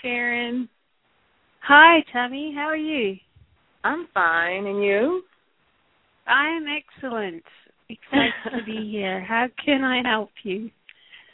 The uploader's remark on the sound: Takes your calls for healing live today!